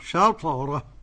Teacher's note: شطرة قلقلة الطاء والقلقلة جهة الفتح